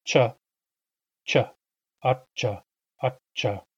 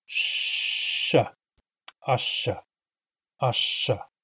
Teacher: The only difference between them is that ch has that brief moment of silence. · Shown in: first take